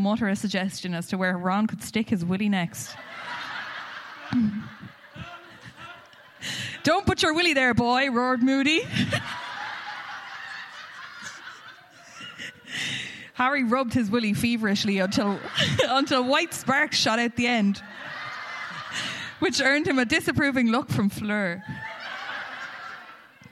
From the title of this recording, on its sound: Live at Liberty Hall